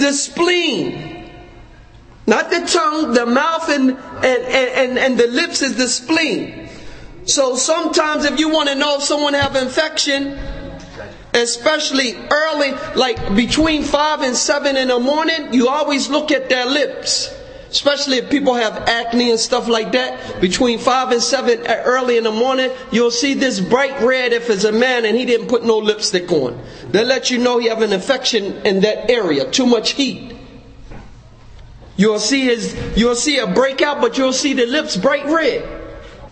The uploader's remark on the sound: Conference: The Medicine Of The Prophet (ﷺ). Lecture given at Masjid Nur Allah, Queens, NY.